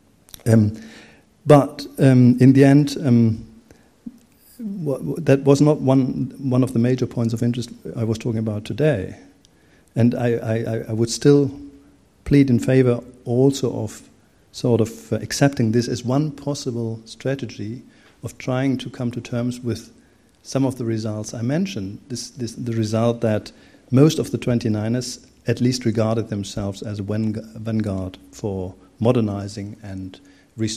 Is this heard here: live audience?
yes